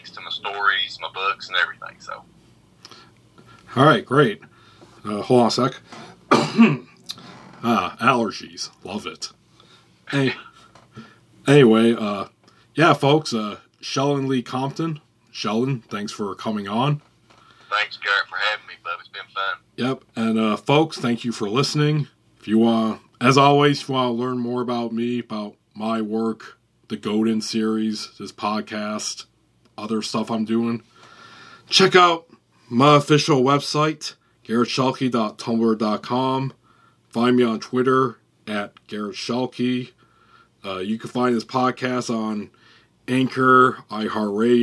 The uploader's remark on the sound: Calls in to Kentucky. Recorded via phone in Grand Rapids, Michigan, and Kentucky, on Saturday, September 18th, 2021.